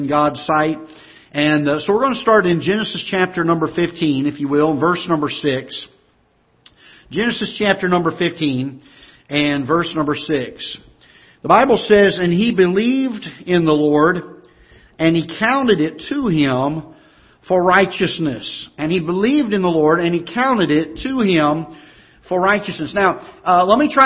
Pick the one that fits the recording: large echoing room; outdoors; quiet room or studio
large echoing room